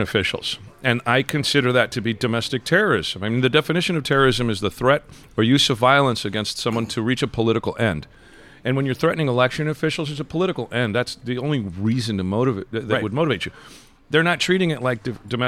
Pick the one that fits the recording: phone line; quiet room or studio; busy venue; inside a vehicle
busy venue